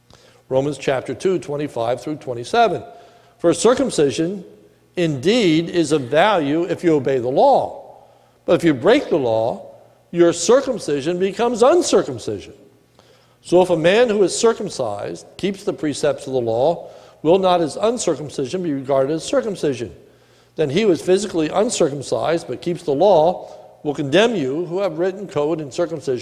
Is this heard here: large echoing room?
yes